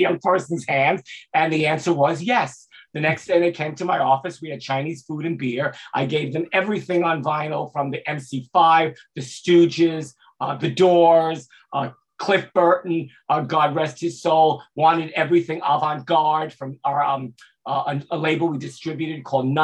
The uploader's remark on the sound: live at last year's indie101 music conference (online)